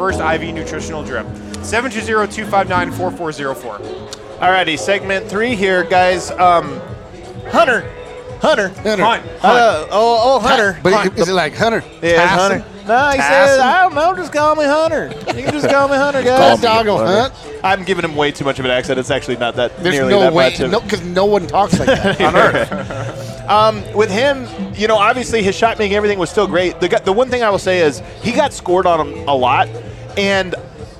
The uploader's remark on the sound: live from Circa Stadium Swim